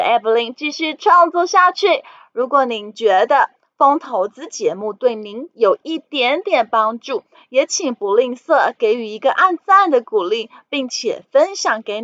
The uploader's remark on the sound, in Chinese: 本集有些許雜音，已亟力避免，如有察覺請多多包涵